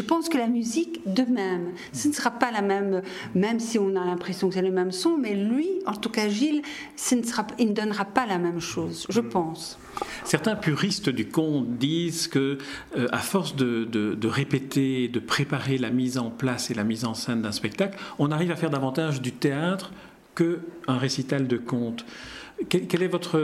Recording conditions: busy venue